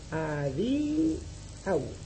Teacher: En Esperanto, la letra U con un semicírculo supersignada, con los extremos hacia arriba, colocado sobre la U, esto se dice que esa U no es vocal, y forma diptongo con la vocal anterior · Term: U supersignada